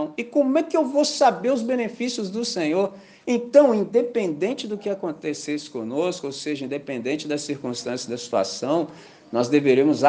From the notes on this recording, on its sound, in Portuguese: Gravado na manhã de Domingo 2 de Julho de 2023, na celebração da Missão Batista em Candelaria, Volta Redonda, RJ.